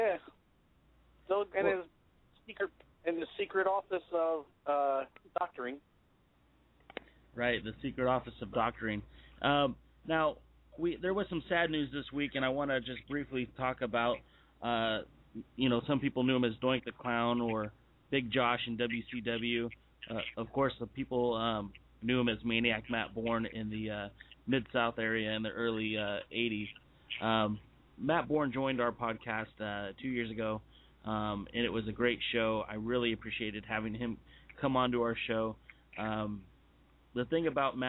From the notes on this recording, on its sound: We got a phone call